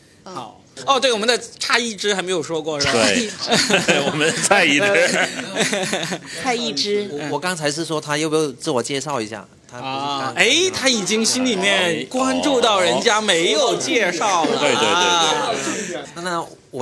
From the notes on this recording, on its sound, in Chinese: 第一次线下相谈会在深圳福田COCO Park三楼的VIP喜剧空间举行，十位听众跟我们一起分享很多对于爱情的有趣想法。本期音频是现场的录音。